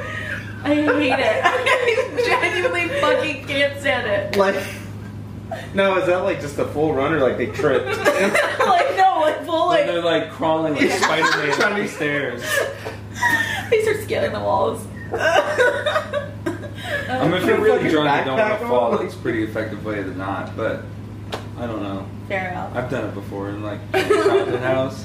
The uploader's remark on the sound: Forgive the audio in this episode, I accidentally deleted the good audio. Now we all just kind of look goofy holding mics lmao.